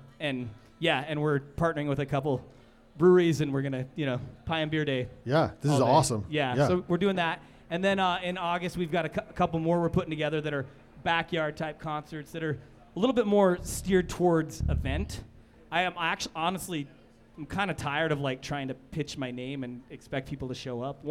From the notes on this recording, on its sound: LIVE studio audience recording of Van Sessions at The Monarch. Recorded during Ogden's First Friday Art Stroll. The Monarch Building in Ogden, Utah.